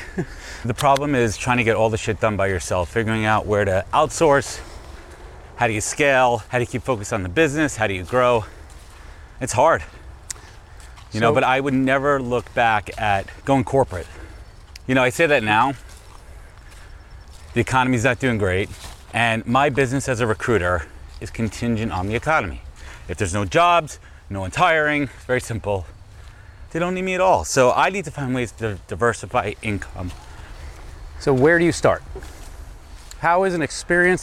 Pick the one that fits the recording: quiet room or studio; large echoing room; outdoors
outdoors